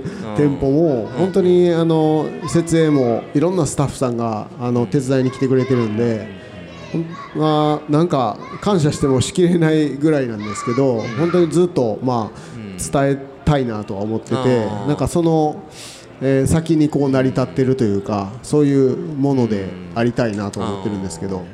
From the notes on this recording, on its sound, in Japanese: 今回の配信はArcade in 那智勝浦2023で行われたkisen radio presents Arcade RADIOの公開収録3回目です。